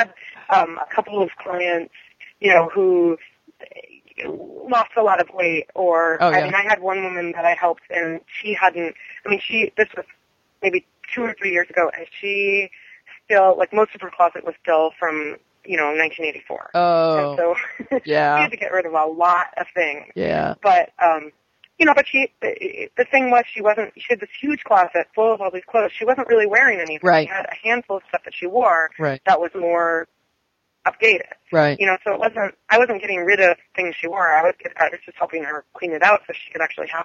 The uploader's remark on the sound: we have a telephone interview